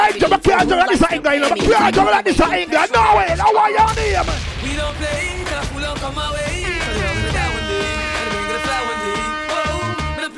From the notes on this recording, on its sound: LIVE TAKING ON GREENWICH FARM KINGSTON 13 JAMAICA